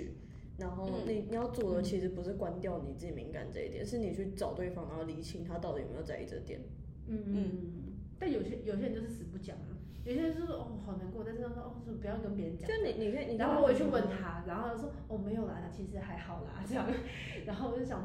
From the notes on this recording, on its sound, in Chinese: 因為我們錄音被提醒音量降低，。所以後半段有一段比較小聲，。